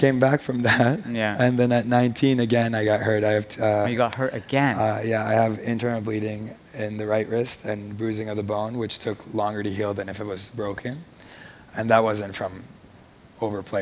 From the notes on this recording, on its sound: On stage at #BoFVOICES 2017